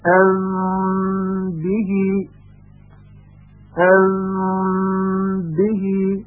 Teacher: لبها رو به آرامی به هم نزدیک میکنیم، در همین حال هم صدای حرف میم به صورت غنه کاملا از خشم خارج میشه · Term: اخفا